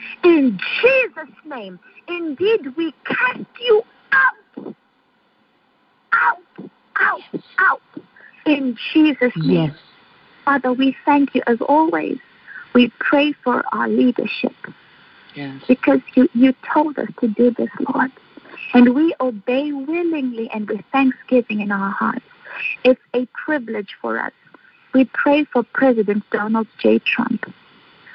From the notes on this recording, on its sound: Phone/Internet Prayer Conference Call